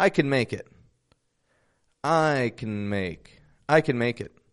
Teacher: So first off, when can is the helping verb in a sentence, not the main verb, but rather expressing an ability, we reduce it to a super quick kind of can sound. When can's reduced, it's connected to the words before and after it.